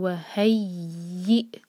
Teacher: دیکھیے ہا کو یا سے جوڑنا ہے، یا پر شدہ ہے تو یہاں پر دو یا ہوئے تو اسٹرانگ پڑھا جائے گا وهيئ. یا کے نیچے کسرہ جو ہے پھر آگے حمزہ سے جڑے گا، حمزہ پر سکون تو کٹ آف ساؤنڈ.